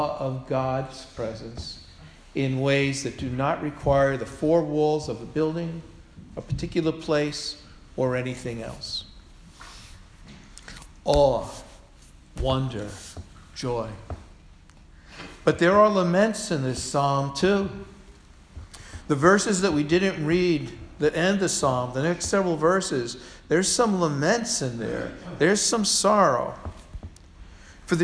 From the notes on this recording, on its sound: Sermon delivered on Sunday, October 23, 2016 at All Souls Parish Presbyterian Church, Portchester, New York.